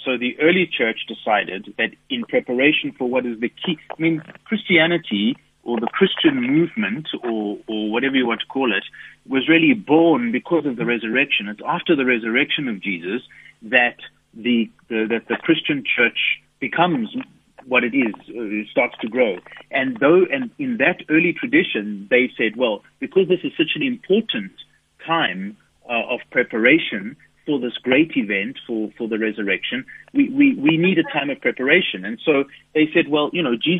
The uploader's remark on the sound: Guest on the phone.